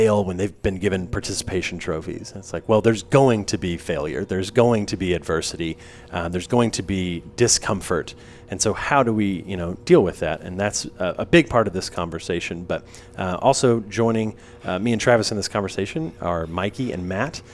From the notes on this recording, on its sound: This Fam Lab episode was recorded at Midnight Oil Coffeehouse in Searcy, Arkansas on the Harding University campus.